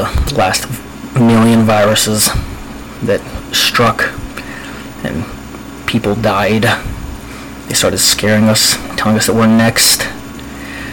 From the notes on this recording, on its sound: This is just my first and might sound like crap. Computer sound in background.